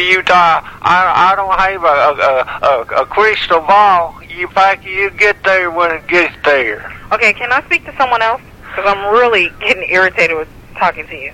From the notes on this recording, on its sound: Prank Phone Calls